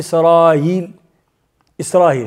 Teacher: وجدنا أحد الرواة عن أبي جعفر تيدي لها التسهيل، يسهلها بين الهمزة والياء فيقرأ إسرائيل، إسرائيل.